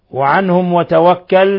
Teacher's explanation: ميم ساكنة جاء بعدها الواو أشد حالة الإظهار الشفوي